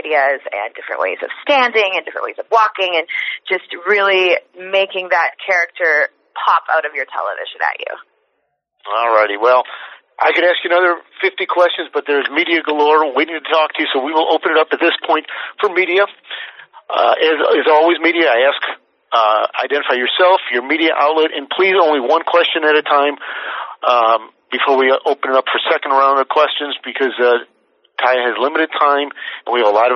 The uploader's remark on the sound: IMPACT Wrestling Teleconference